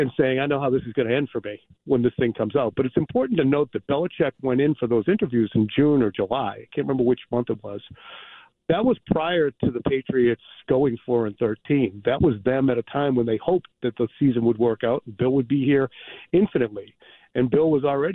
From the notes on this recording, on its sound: calls into the Jones and Mego show